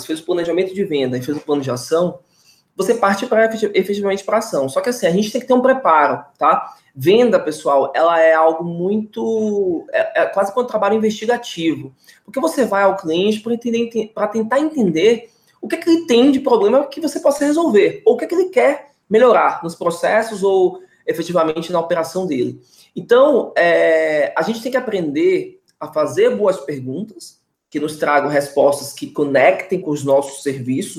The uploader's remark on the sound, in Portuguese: Conteúdo originalmente produzido para webinar ao vivo da iugu.